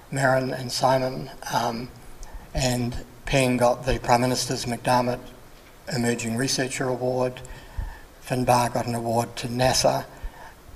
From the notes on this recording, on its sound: This presentation was recorded at the ABI Research Forum 2020.